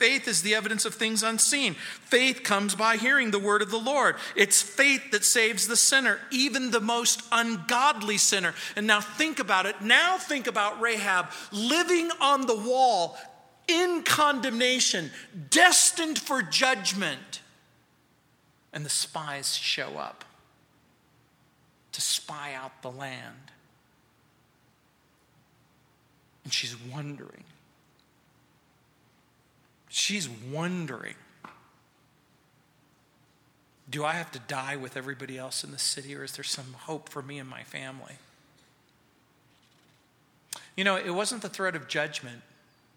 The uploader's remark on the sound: at Calvary South Denver in Littleton CO